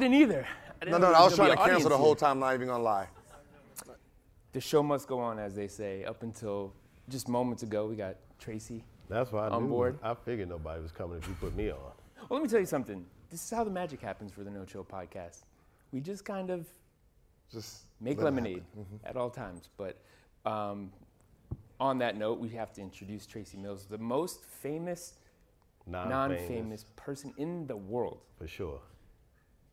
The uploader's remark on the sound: On this episode, we come to you from Complexcon. We had an invite to do a show in front of the Long Beach audience at the event.